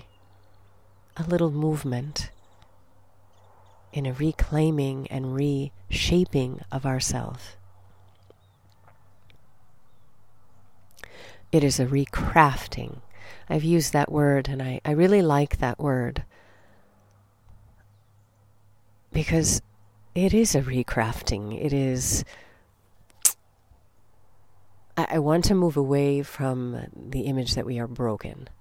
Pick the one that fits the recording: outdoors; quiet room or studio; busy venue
outdoors